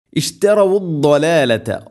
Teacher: ദോദ് ഉച്ചരിക്കുന്ന സമയത്ത് നാവിൻ്റെ ഏതെങ്കിലും ഒരു സൈഡ് അണപ്പല്ലുകളോട് നീളത്തിൽ തട്ടിക്കൊണ്ടായിരിക്കണം അത്, അത് ആ ഒരു ശബ്ദം വരേണ്ടത്.